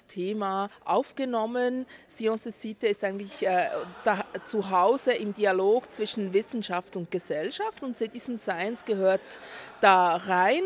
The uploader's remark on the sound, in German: Österreichische Citizen Science Konferenz bei der inatura Erlebnis Naturschau in Dornbirn, Vorarlberg, statt. Haben die Konferenz mit dem Aufnahmegerät begleitet und vor Ort mit Beteiligten aus Österreich, Deutschland und der Schweiz gesprochen.